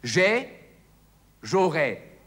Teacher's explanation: Die Endung von j'aurai wird wie das ä von j'ai ausgesprochen.